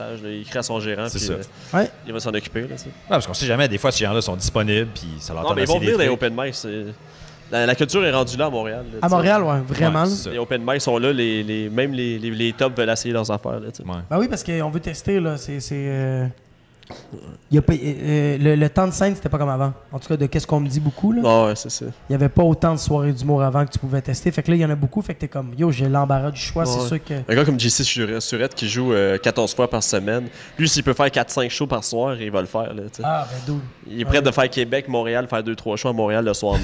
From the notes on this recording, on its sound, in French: Artistes de la région sont invités à des discussions en direct du Minotaure.